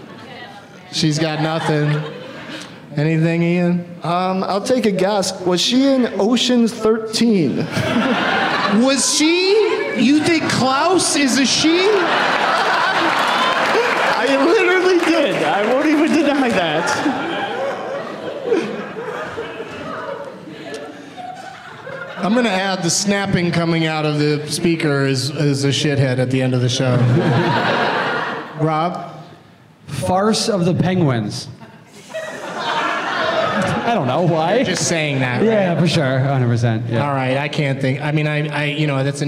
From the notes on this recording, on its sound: Live from the Helium Comedy Club in Buffalo